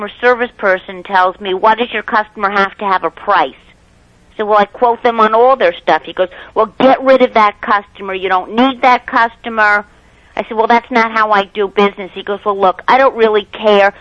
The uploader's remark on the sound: Prank Phone Calls